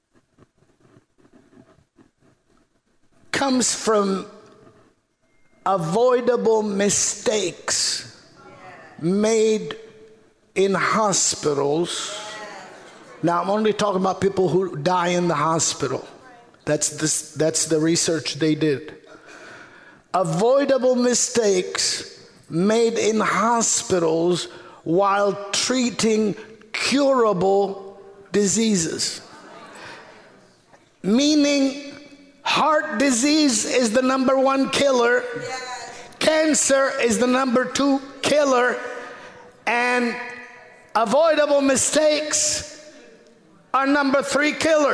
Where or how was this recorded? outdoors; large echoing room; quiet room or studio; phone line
large echoing room